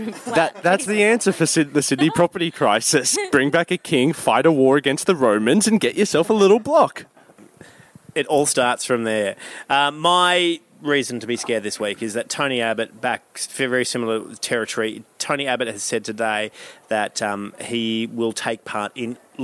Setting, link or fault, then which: setting, busy venue